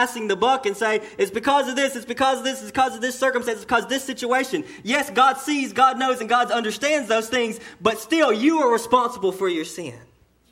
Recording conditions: large echoing room